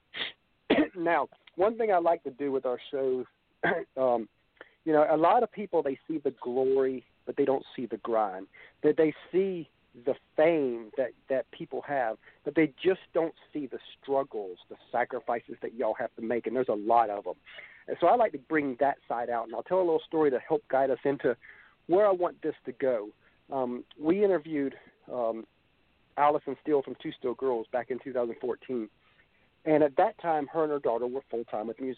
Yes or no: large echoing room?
no